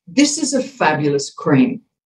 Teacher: I'm going to sound like I'm in control if I go down at the end of the sentence. And also if I slow down and make it important. · Term: go down for dominance